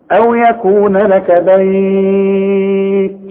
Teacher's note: عند الوصل لا مد، عند الوقف حركتين واربعة وستة. أو يكون لك بيت، شوف بيت حركتين، أو يكون لك بيت حركتين، أو يكون لك بيت أربعة، أو يكون لك بيت ست حركات.